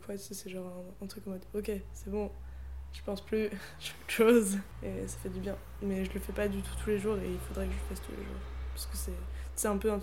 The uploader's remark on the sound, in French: déso pour les bruits